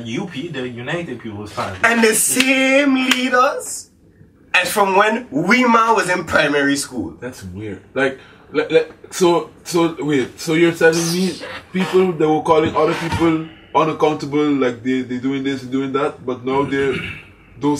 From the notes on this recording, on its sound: We also would like to apologize for the poor audio quality as well as the abrupt ending.